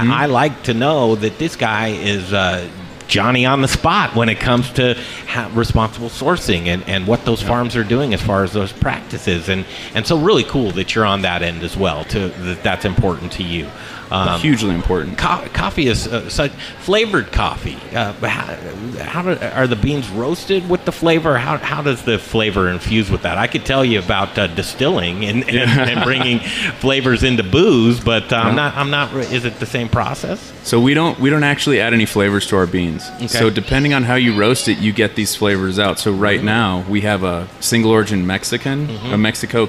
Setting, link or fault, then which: setting, busy venue